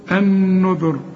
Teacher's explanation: والراء هنا هتفخم لأنها مضمومة، وقبلها كمان مضموم، يبقى عند الوقف وعند الوصل هنفخم.